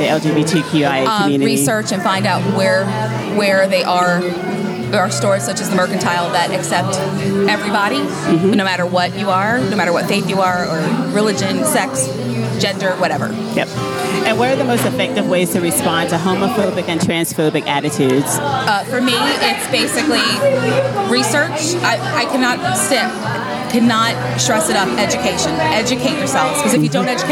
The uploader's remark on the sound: We hung out at the Rock Hill Pride Festival and asked members of the LGBTQIA+ community and their allies. A small conservative town.